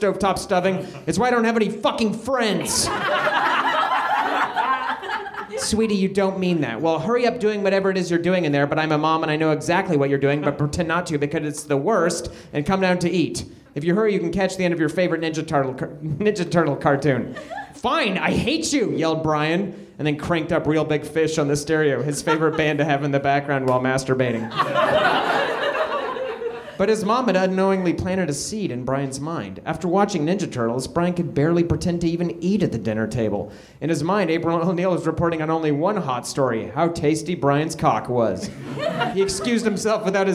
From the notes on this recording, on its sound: Recorded April 15, 2014, at the Nerdmelt Theater in LA.